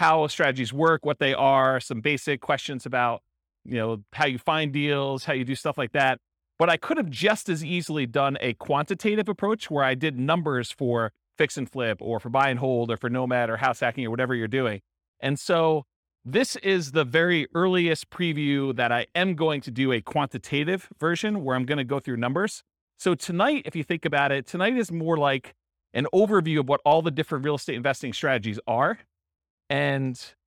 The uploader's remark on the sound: This was a live class recorded to give investors a solid qualitative overview of all the different real estate investing strategies. Thornton, Colorado.